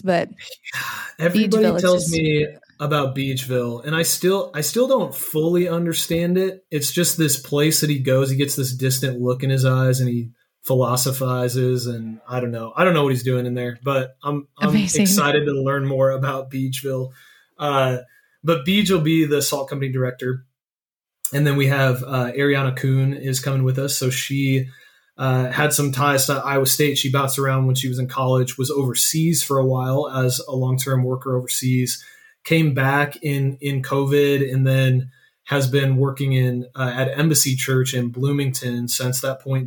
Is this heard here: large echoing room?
no